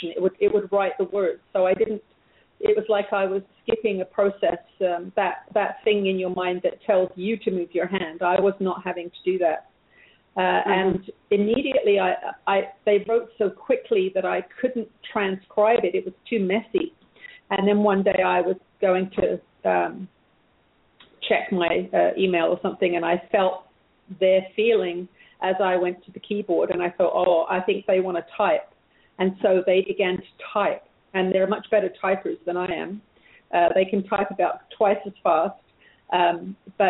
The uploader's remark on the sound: This will be a special 2 hour show giving callers the opportunity to call in with questions.